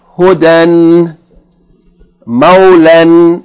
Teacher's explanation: it is pronounced as a normal Tanween, A-N. That is, as a short vowel fatha with an N sound